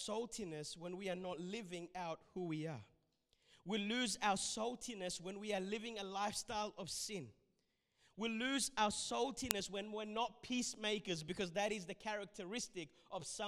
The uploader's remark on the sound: This sermon was recorded at Revive Church on the 7th of March 2021